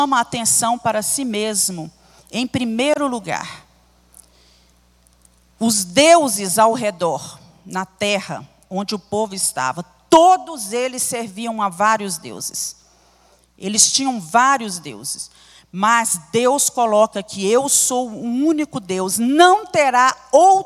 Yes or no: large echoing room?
yes